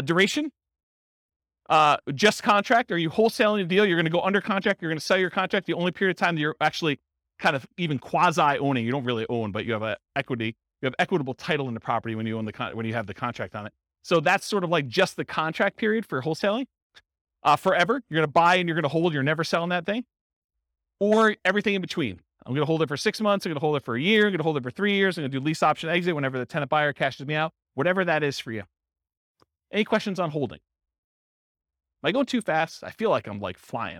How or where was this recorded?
live audience